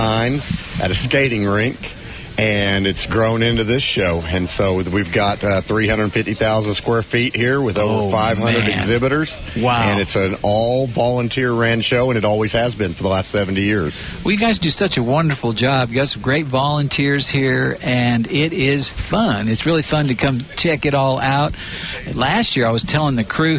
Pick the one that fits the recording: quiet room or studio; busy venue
busy venue